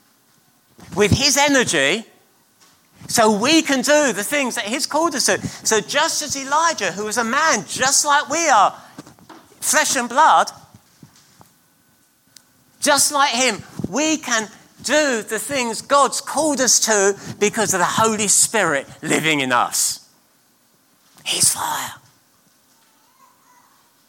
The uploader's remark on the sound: at King's Church, Cockermouth